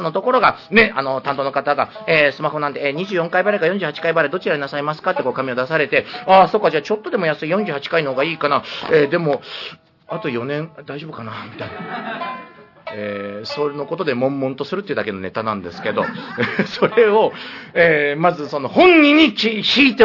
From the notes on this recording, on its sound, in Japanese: 2023年4月18日「渋谷らくご」「月刊…マガジン」で収録